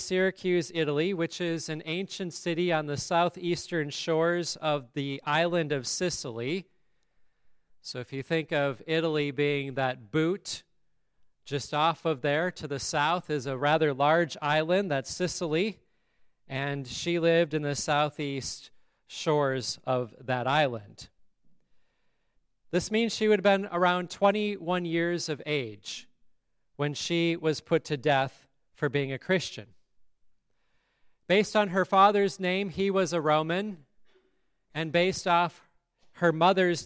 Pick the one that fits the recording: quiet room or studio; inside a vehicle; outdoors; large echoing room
large echoing room